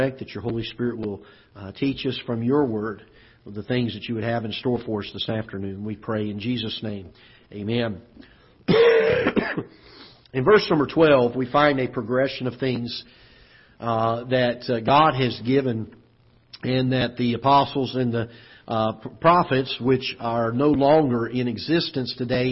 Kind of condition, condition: setting, large echoing room